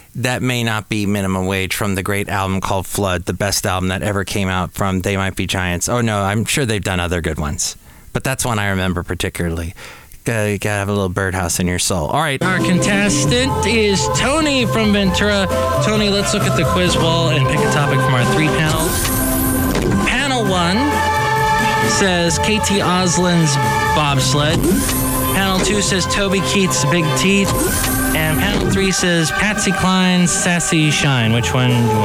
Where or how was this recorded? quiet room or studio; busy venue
busy venue